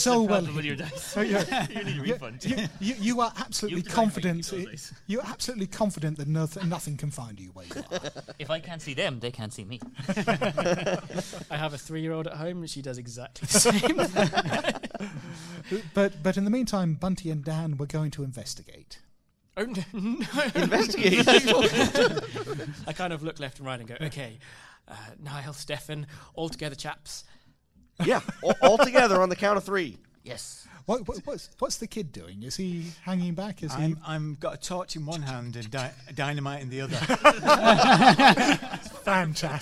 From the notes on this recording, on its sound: I attended the first ever PodUk Convention in Birmingham and appeared in a live show. I attended the first ever PodUk Convention in Birmingham and appeared in a live show. How We Roll podcast hosted a live, actual play.